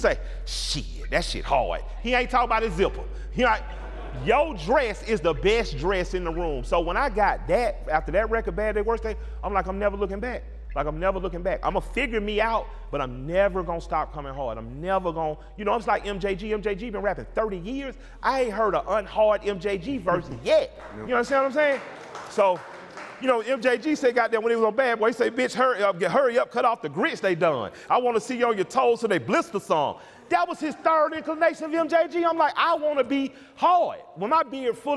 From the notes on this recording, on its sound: Sat down together in Atlanta in front of a live audience. The room was packed with fans sipping on Tres Generaciones Tequila.